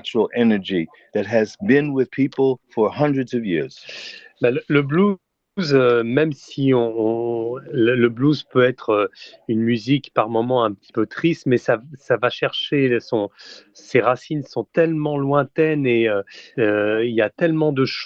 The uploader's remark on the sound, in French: par téléphone